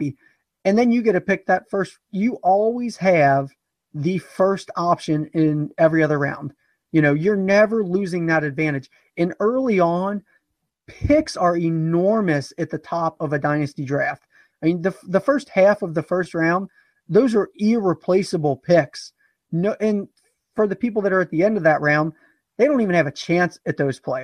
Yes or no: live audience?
no